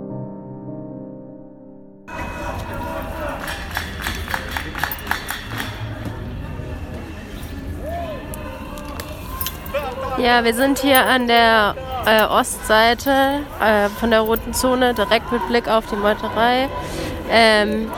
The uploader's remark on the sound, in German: Unsere Live-Berichte zur Räumung zum Nachhören.